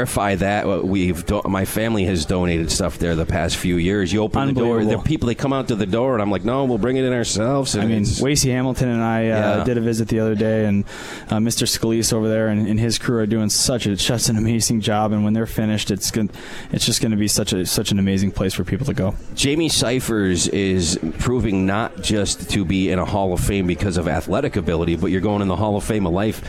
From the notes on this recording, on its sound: Live from Swifty's